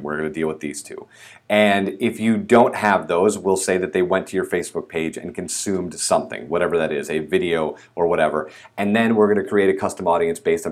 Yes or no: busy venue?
no